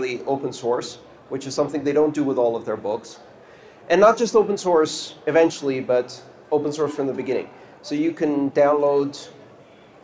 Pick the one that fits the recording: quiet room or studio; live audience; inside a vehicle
live audience